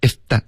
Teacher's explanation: OK,这个 if that 这一段你要注意 f 的音跟 z 的音两个都是摩擦音，你要直接从一个音滑到另一个